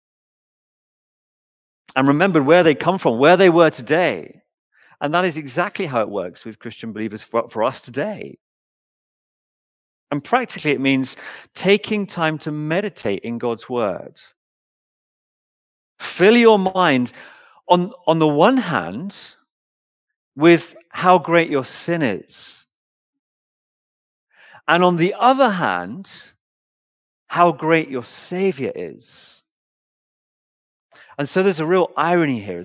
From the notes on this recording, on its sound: Recorded Live stream Sermon from Binscombe Church (BWS) 28th January 2024